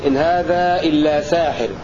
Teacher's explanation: قرأ حمزة والكسائي بألف بعد السين في لفظ ساحر